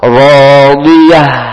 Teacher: ta juga dibaca huruf ha, sehingga mengalir sedikit nafasnya. Rodiyah mengalir.